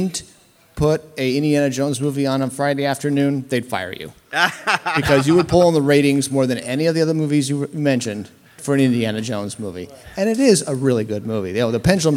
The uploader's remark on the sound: LIVE FROM COMIC-CON. Live at San Diego Comic-Con.